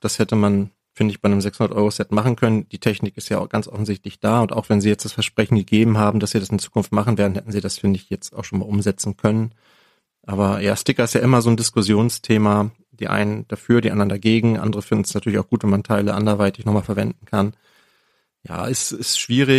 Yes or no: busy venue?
no